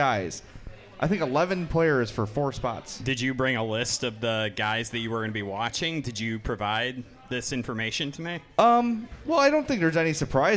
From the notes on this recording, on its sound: Live at Chuck's. In this very special live edition of the Madhouse Podcast. From Chuck's in Darien.